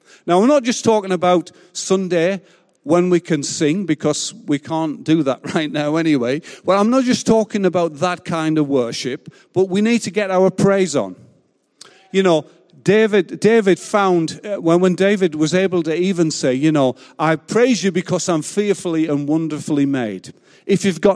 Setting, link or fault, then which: setting, large echoing room